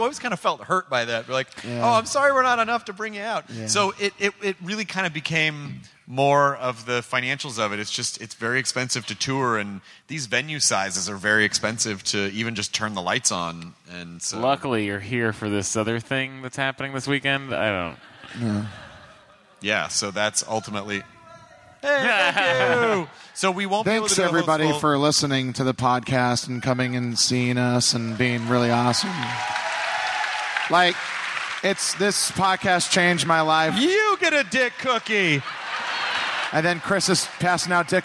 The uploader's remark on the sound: they take quemments from the audience!